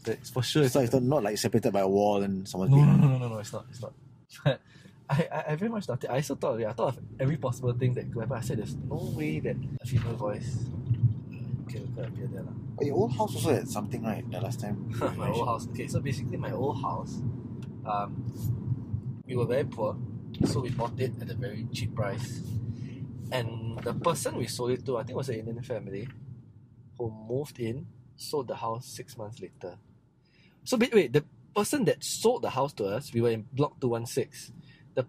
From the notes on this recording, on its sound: This recording was done in his car while we were driving around.